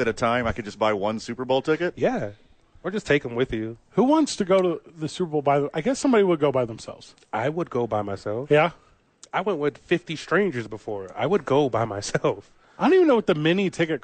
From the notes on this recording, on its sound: live from the YMCA